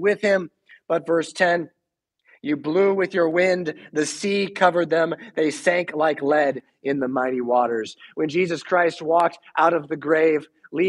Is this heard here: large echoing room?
yes